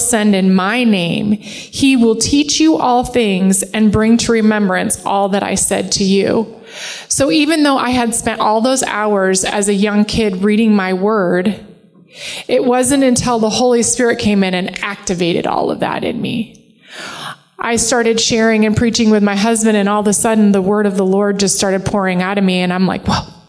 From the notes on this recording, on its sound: Live from The Summit Church in Dover, OH